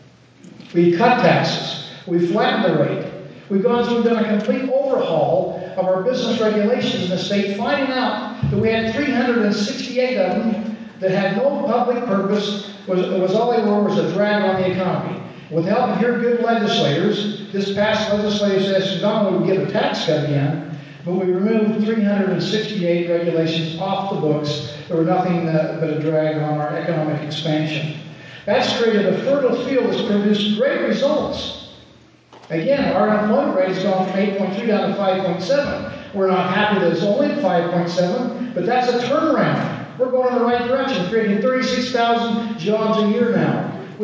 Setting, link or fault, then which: setting, busy venue